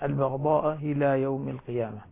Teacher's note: وطبعا هنا في عندنا همزتان من كلمتين مختلفتان، همزتان مختلفتان البغضاء إلى، وطبعا هنا عند ورش تسهيل الهمزة الثانية